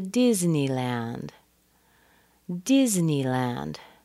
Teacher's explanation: Disney plus land. It's a compound noun. So Disney is stronger than land.